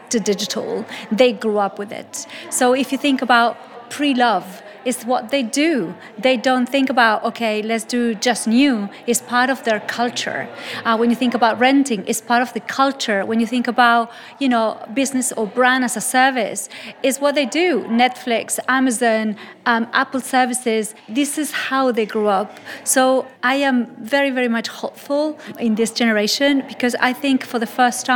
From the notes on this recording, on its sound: interviews speakers and attendees at the Horizon conference